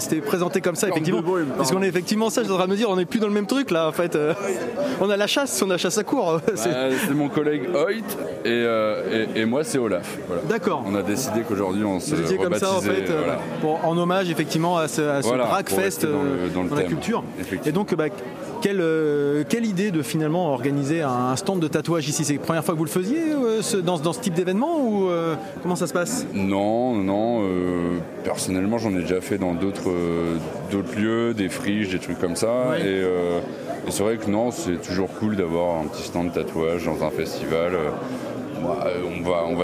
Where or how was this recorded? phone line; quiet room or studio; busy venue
busy venue